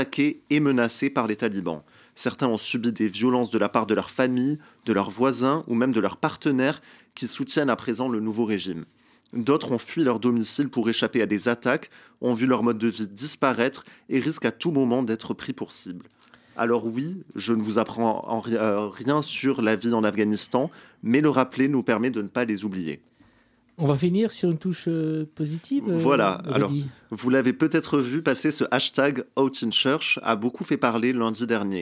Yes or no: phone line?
no